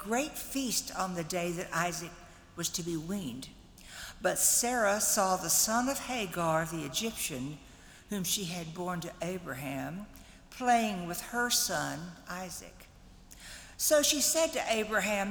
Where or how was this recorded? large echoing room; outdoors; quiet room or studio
large echoing room